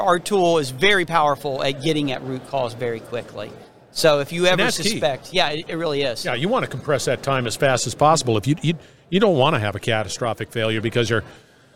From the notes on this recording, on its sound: we're onsite at the 30th Annual SMRP conference